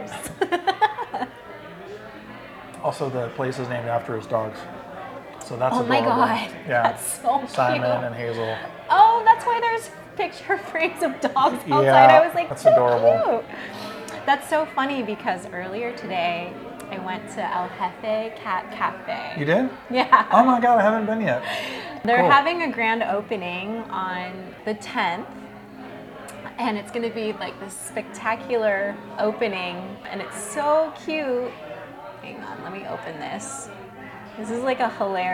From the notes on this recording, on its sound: This week we report live from the Foodie 500 mixer